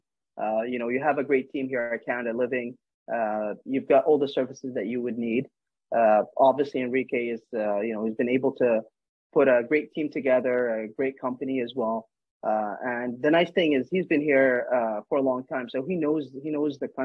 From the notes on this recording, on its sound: This is a recording of a casual Zoom Interview